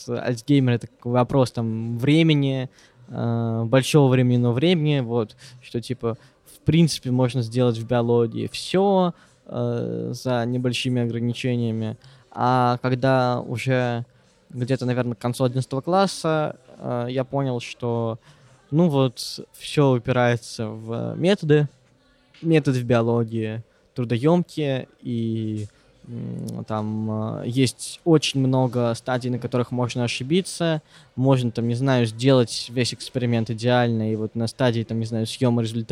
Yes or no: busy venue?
yes